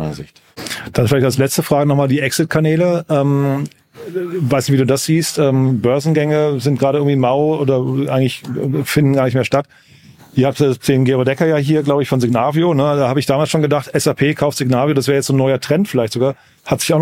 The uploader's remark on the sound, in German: Das Team von Startup Insider war gestern auf dem Square Summit in Berlin und hat vor Ort eine spannende Live-Aufnahme durchgeführt.